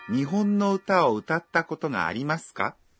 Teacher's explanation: Unaposema utatta koto, baada ya uta unatulia kidogo na mwisho sentensi uitamke kwa toni ya juu.